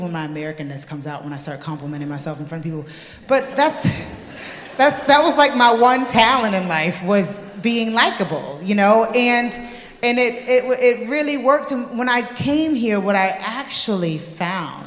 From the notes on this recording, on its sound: at the 4 Corners Festival in Belfast